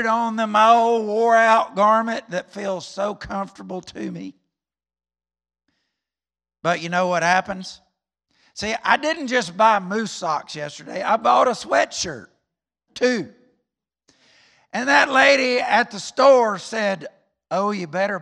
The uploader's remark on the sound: recorded on Sunday, May 9th, 2021, during service at The Anchor Church in Rockport, Maine.